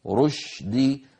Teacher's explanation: فالناس تستثقل شين ساكنة بعدها دال، سبيل الرشد رشد، فلا بد من بيان الشين وعدم خلطها بصوت الجيم بأن يقول القائل الرشد، هذا لا يصح.